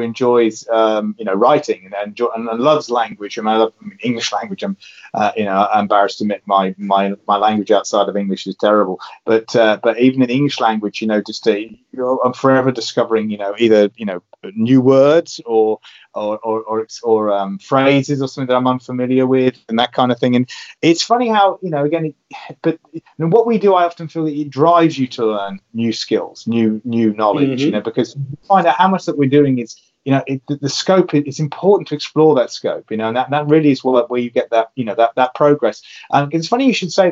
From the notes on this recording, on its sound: He is in the UK, we coordinated a Skype call this past Sunday.